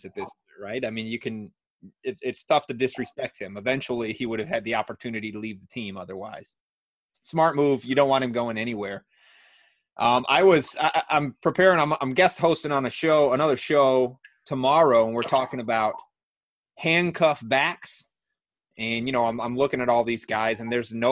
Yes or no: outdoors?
no